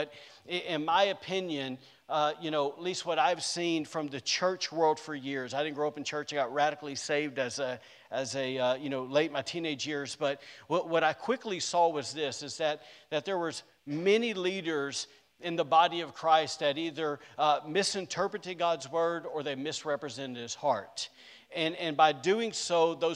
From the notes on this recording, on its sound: was recorded on Sunday, August 22nd, 2021, during service at The Anchor Church in Rockport, Maine.